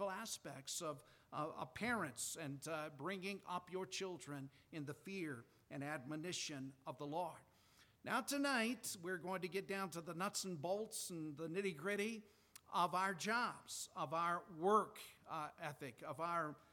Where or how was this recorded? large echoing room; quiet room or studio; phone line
large echoing room